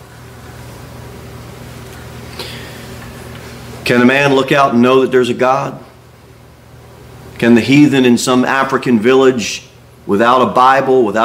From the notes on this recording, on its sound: Sermon delivered at Pilgrim Baptist Church. Pilgrim Baptist Church, a bible-believing, independent Baptist church.